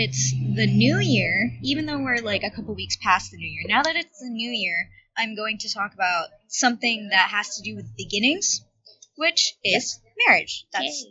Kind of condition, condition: fault, background noise